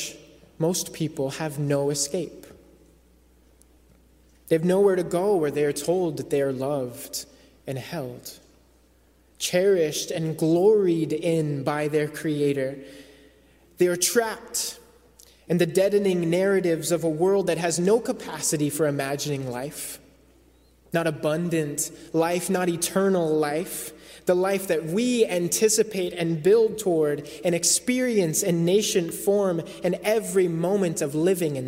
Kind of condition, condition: setting, large echoing room